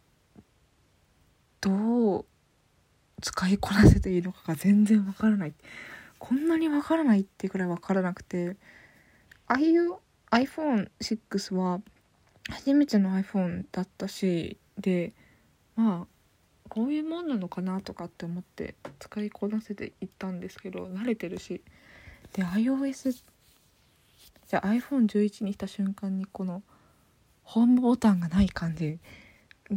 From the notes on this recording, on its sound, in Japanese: iPhone11からお届け！